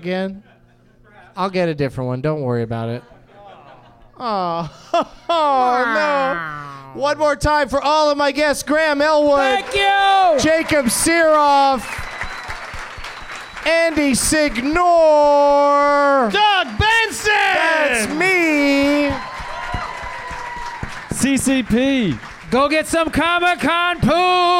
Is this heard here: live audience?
yes